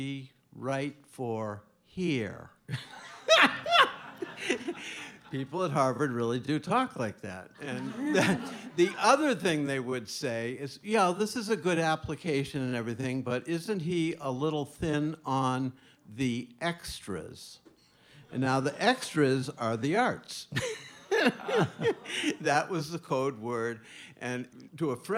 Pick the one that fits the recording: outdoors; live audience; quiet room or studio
live audience